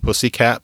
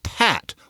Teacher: K is back in the mouth. T is further up front. And substitution often involves what's called fronting.